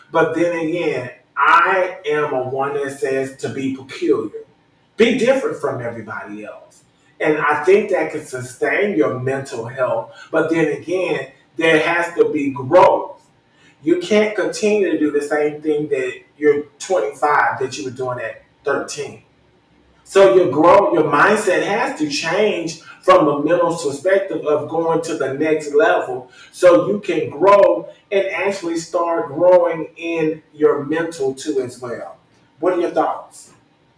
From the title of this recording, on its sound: unedited and technical difficulties